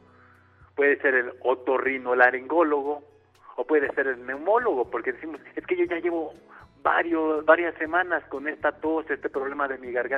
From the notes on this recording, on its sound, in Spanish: Por eso atendemos puntualmente las necesidades del público con teléfonos abiertos y nuestras redes sociales, creando así una completísima revista radiofónica en vivo.